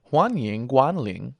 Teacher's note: 欢迎, the first tone and the second tone